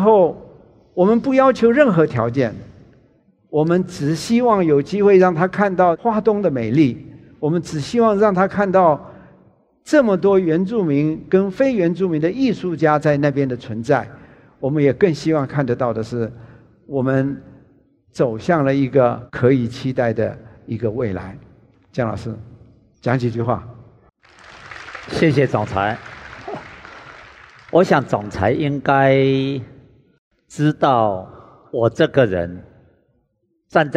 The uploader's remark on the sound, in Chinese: 本集節目取自【2023突破者知識跨年饗宴】現場錄音。